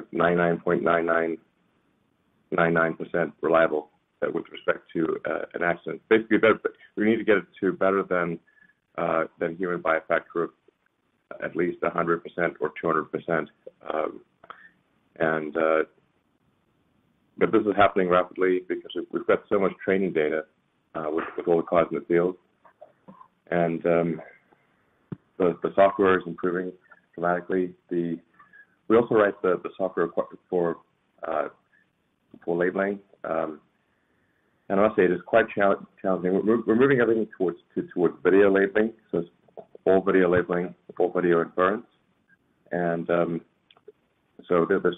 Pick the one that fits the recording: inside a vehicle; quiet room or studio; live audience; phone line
phone line